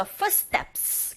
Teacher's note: 이때 s, t 이 부분에서 t는 된소리 현상이 일어나죠.